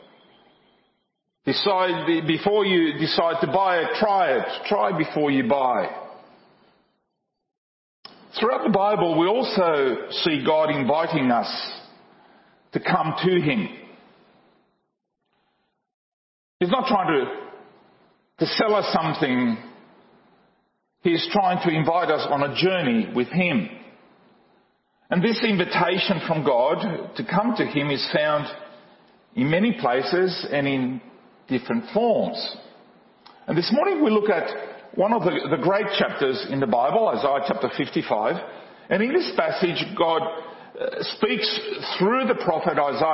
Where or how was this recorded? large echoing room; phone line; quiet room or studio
large echoing room